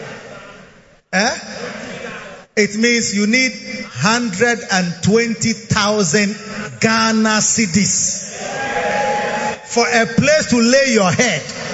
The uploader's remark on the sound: Preached at the Proton Convention Day 1 - Makarios Church, Ashaley Botwe.